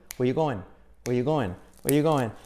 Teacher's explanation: el where are you going, se convierte en where you going. Lo mismo, omiten el verbo